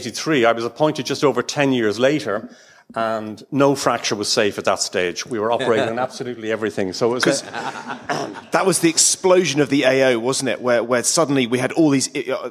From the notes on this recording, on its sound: Join us for this special LIVE edition of the Orthohub STORIES podcast. Recorded at the annual BOTA 2023 Congress.